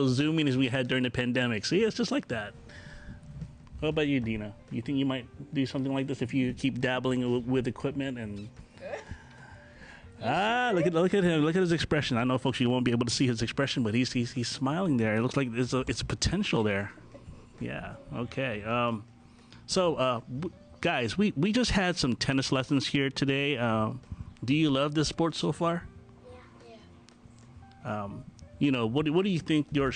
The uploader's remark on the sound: How it's like to podcast with a small device and two mics. Recorded on location at Indian Boundary Park in Bolingbrook, IL.